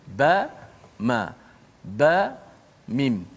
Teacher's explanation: bibir kan mim dan ba itu kan makhrajnya dekat sama-sama ha? makhrajnya adalah makhraj yang sama itu makhraj bibir ba ma ba mim ha, dua huruf pada satu makhraj yang